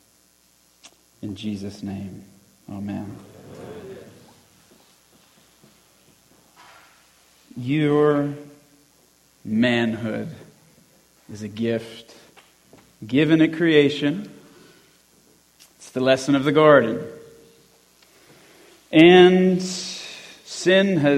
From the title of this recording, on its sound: Christian Men's Conference 2020 Talk 4